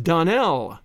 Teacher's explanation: the correct pronunciation of our name is Donnell, accent on the last syllable